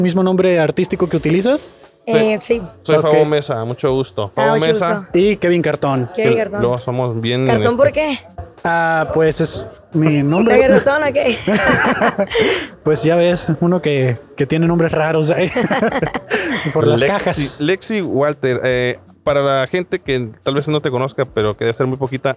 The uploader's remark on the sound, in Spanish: Grabamos este episodio en la conferencia de prensa. Previo a su concierto en tijuana.